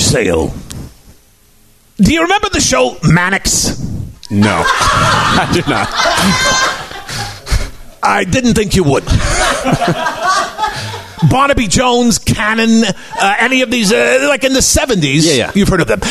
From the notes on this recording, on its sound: NERDMELT LIVE. LIVE from the Nerdmelt Showcase Theater on Sunset Blvd in Hollywood.